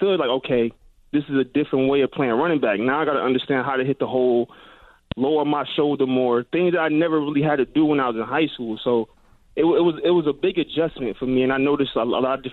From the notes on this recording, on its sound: open the phone lines